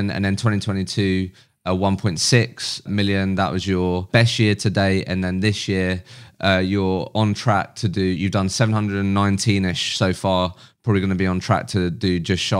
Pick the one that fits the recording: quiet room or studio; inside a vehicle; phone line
quiet room or studio